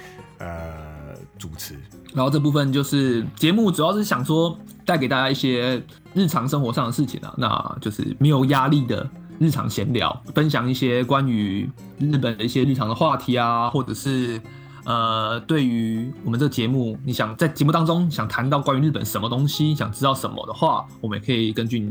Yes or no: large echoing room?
no